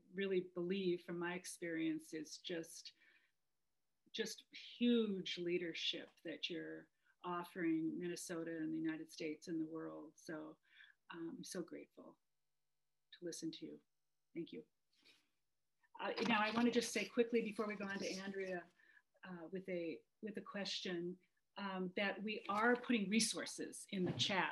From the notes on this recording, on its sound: Recorded live on Zoom.